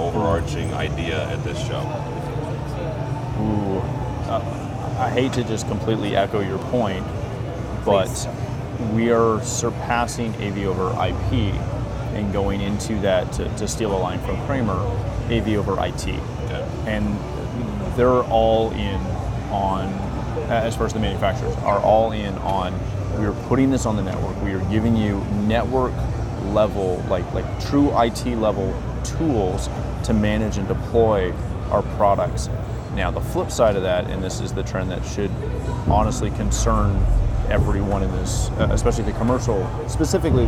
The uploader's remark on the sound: Discussing the highlights of Integrated Systems Europe 2019 right from the show floor.